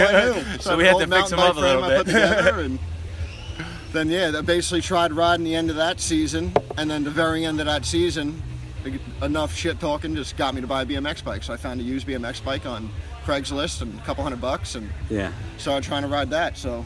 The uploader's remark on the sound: The interview took place at the Flatlands trails. Plenty of trails sounds happening in the background!